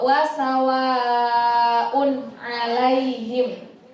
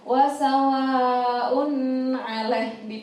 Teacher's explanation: Di situ ada hamzah yang harokatnya domatain. Domatain apabila bertemu dengan salah satu huruf idhar halqi yaitu ain, maka hukum bacaannya adalah idhar halqi yang harus dibaca dengan jelas. · Shown in: first take